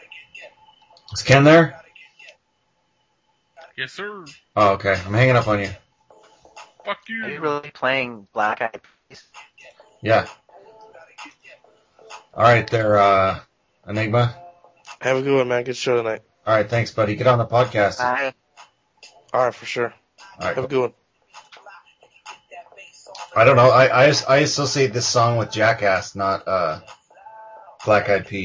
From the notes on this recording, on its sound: Prank Phone Calls Collection.